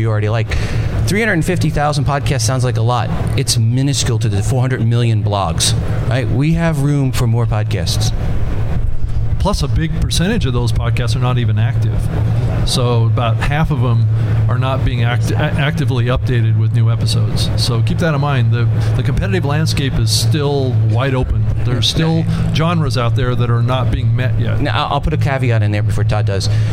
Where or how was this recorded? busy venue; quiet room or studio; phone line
busy venue